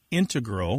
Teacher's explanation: These days, you mainly hear integral with the stress on the first syllable among mathematicians and specialists in scientific fields that use a lot of math.